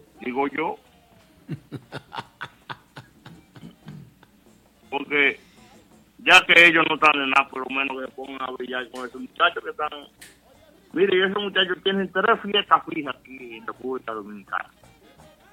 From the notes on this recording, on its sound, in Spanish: Llamadas del público